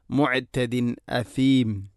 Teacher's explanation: ശേഷം അസീം എന്നതിലെ ഹംസ. തൻവീനു ശേഷം ഹംസ വന്നാൽ ഇൽഹാറാണ് ചെയ്യേണ്ടത്. അവൻ മണിക്കാൻ പാടില്ല.